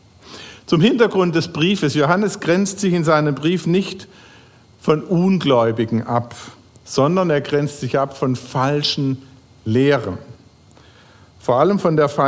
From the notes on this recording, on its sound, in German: Crossline Gottesdienst Predigt. Predigt vom Gottesdienst am 10.